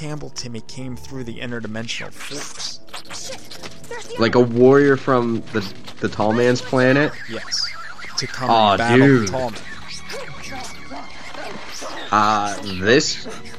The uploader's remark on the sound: Record our discussion as we watch. However, due to the condition of our source VHS, the digitization process for PHANTASM III was unsuccessful. This is the audio file in which we talk and you hear the movie audio.